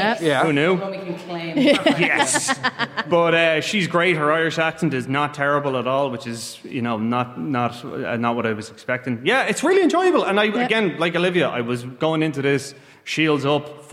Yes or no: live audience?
yes